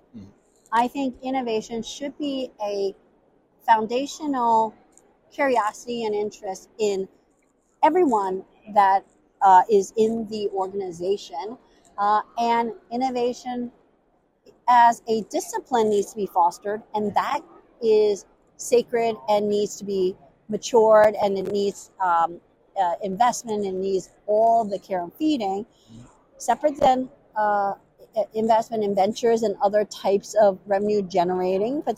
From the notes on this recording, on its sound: on the HIMSS 2023 Exhibit Hall floor